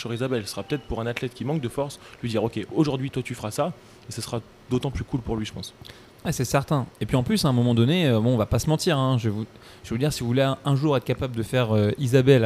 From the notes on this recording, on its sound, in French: EN direct de CrossFit Louvre III à Paris